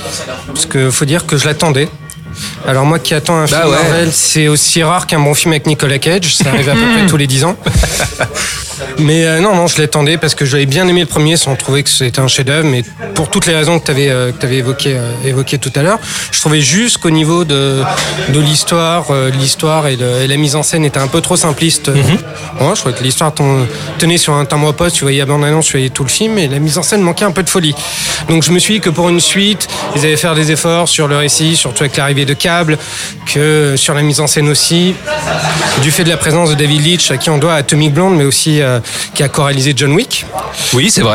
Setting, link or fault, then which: setting, busy venue